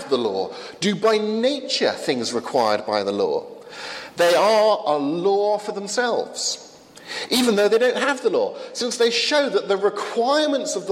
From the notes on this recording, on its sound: from the 11 am service at Highfield Church Southampton, August 16th 2015